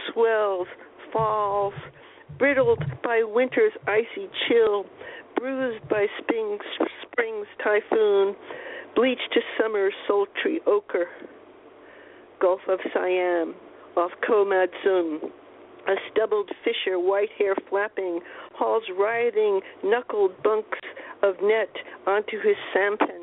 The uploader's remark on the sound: We had a poetry packed show with callers from Birmingham, Alabama, Los Angeles, California, Ontario, Canada, Belfast, Maine, New York City, New York, Bellingham, Washington, and Topanga Canyon, California.